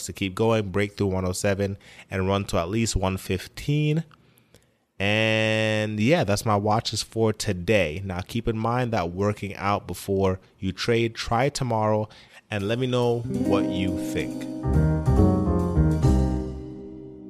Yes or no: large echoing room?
no